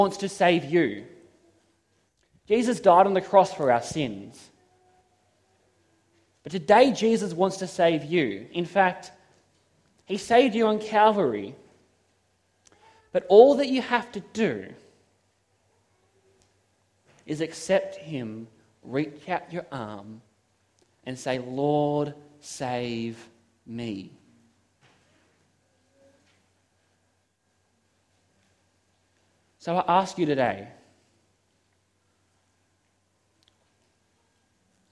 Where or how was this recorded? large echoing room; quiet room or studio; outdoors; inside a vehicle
large echoing room